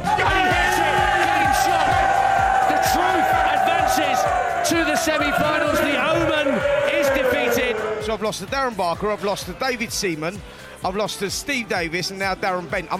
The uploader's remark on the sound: Live from the inaugural talkSPORT World Darts Championship with some familiar voices joining in throughout.